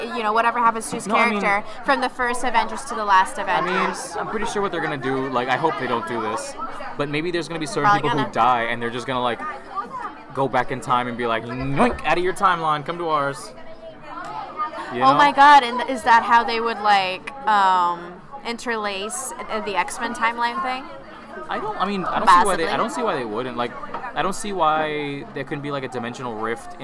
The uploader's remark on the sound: During our mini crisis over the background noise